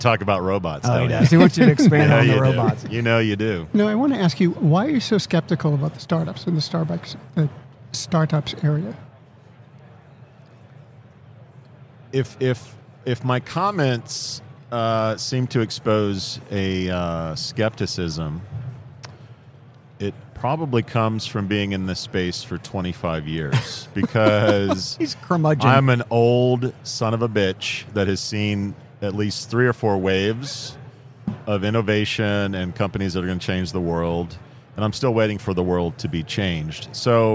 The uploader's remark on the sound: Live at the HR tech 2022 conference